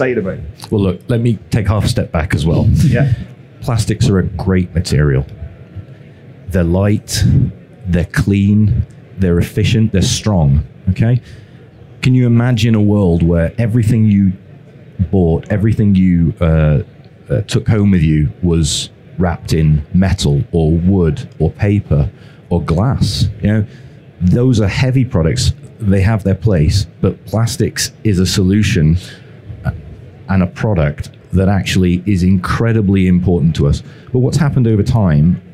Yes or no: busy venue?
yes